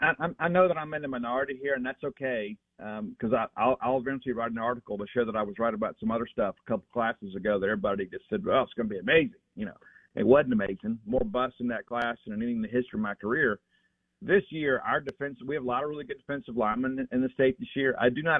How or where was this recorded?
phone line